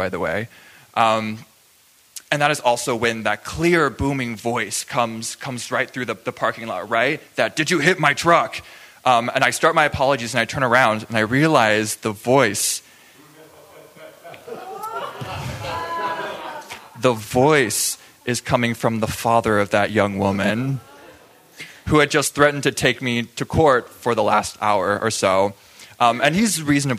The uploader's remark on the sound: Taken from our June 2023 Live Story Share. Stories Recorded Live. At New Prospect Theatre. At Champion Street Sound Studios.